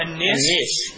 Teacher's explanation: ومن أصول روايته إمالته الألف من لفظ أن الناس، يعني النيس، نعم، من النيس متى كان مجرورا.